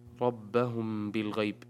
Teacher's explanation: هي ميم ساكنة، جاء بعدها حرف الباء، فالحكم إخفاء شفوي